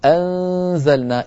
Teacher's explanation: من جملة ذلك أنزلنا، لما تقول أنزلنا انتقل من الهمزة المفتوحة إلى مخرج الزاي مباشرة، فيبقى من النون غنتها ويظهر من الفم صويت ضعيف هكذا الآن أنا لما أنطق الغنة لساني رأس لساني على مخرج حرف الزاي بحيث لما أصل إلى حرف الزاي أجد فمي مهيئا على مخرج الزاي. · Term: إخفاء